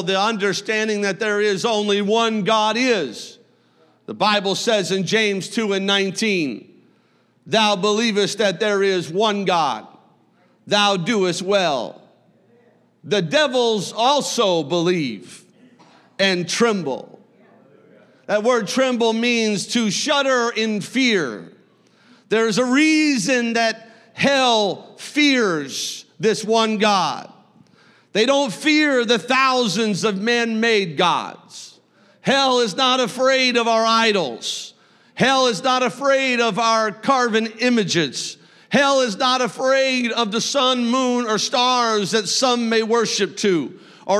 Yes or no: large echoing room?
yes